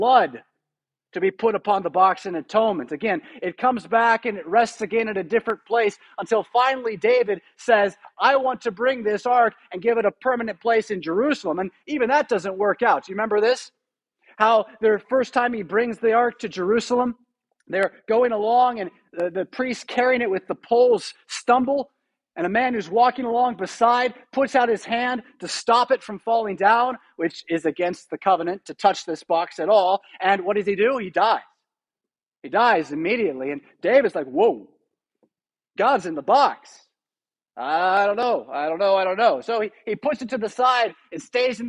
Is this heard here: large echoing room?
yes